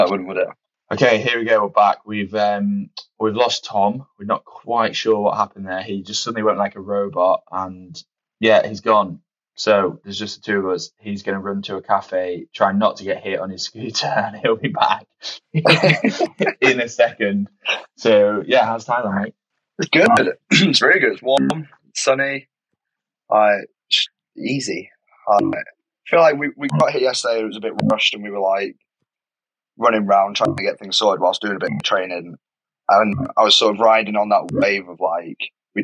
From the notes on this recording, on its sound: Sorry about the slight audio issues this week, the boys on in Thailand...